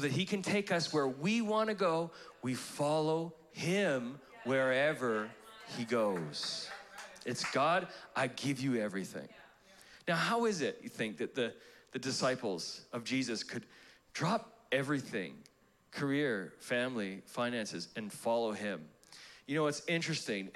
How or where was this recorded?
live audience